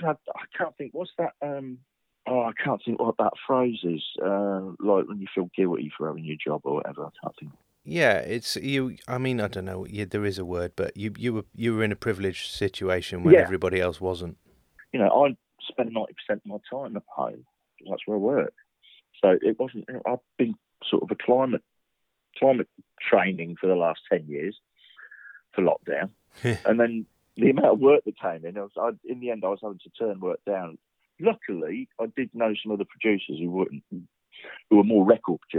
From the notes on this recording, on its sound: Welcome to another rough and ready conversation captured over the phone. At his home in Northampton.